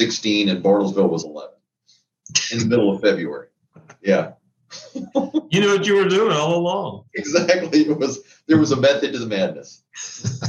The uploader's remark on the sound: My apologies for the audio quality on this one. I used my mike on my laptop and of course, it did not perform as well as my Yeti Blue Nano. Shot with a 1080P Webcam with Microphone.